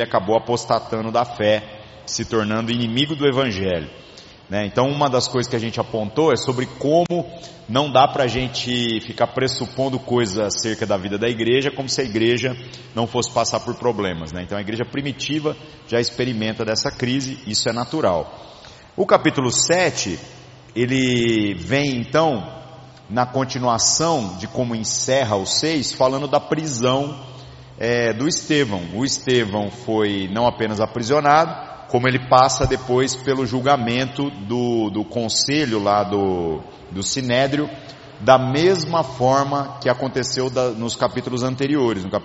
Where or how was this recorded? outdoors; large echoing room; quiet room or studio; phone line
large echoing room